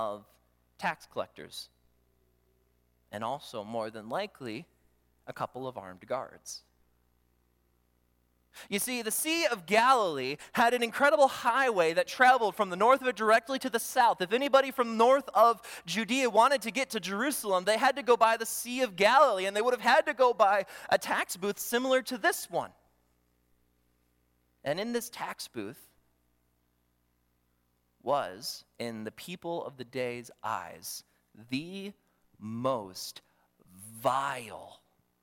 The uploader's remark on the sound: during the Morning Worship Service on Sunday, September 24, 2023, at Calvary Baptist Church in Battle Creek, Michigan